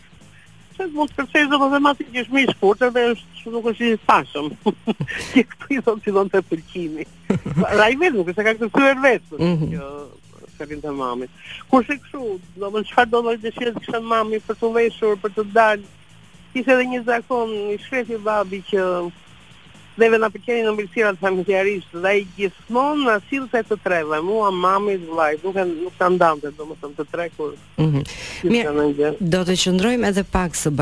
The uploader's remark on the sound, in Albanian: E ftuar nëpërmjet një lidhje telefonike për “Live From Tirana”.